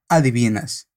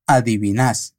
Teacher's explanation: Para los verbos regulares, lo que hacemos es tomar su forma en tú, que es una manera informal de dirigirse a alguien, y agregamos una tilde, haciendo con que la sílaba fuerte sea la última · Shown in: second take